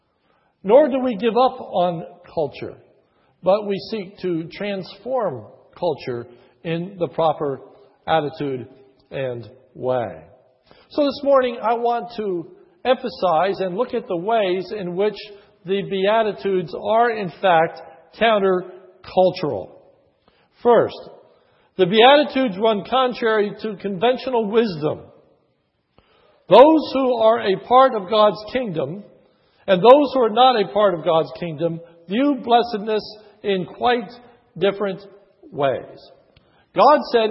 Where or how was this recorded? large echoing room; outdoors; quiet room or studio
large echoing room